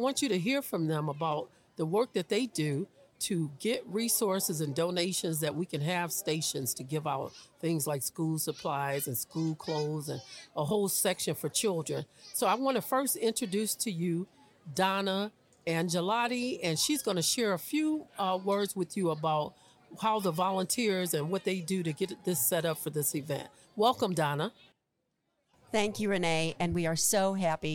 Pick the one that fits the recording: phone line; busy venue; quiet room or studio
busy venue